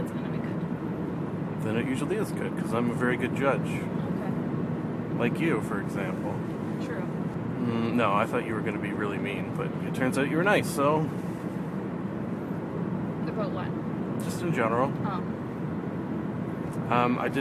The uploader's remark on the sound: Audio quality is not up to my usual standards since if I edited out the "car sounds" like I usually do you can not hear